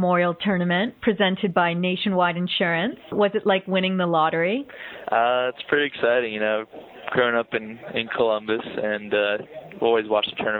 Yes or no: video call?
no